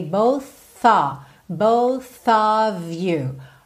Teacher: Twist com the, a gente já liga no the, both, tem esse TH com arzinho